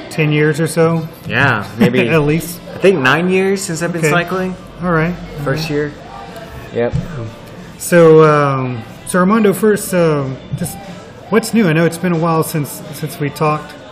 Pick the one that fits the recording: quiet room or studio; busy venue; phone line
busy venue